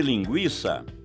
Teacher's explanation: No caso de linguiça, trata-se de ditongo, o I, pronunciado de uma só vez. E por isso a letra I não leva acento.